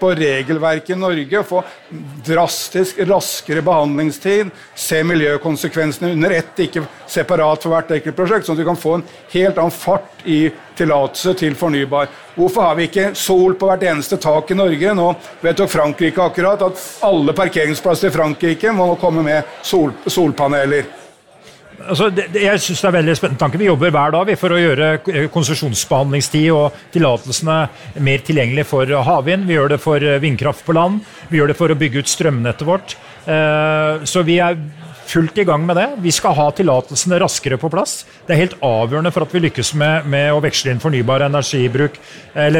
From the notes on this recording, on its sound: Klimaoptimistene live fra Zerokonferansen 2022.